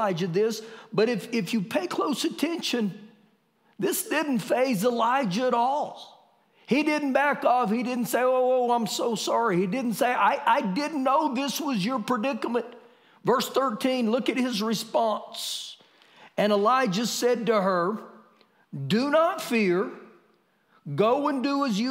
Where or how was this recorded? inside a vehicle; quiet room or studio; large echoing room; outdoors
large echoing room